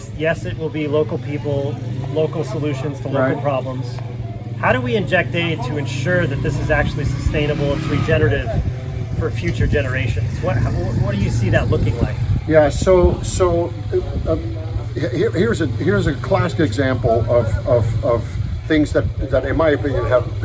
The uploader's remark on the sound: Recorded a conversation while we were on-site at a demonstration farm in Togo, West Africa.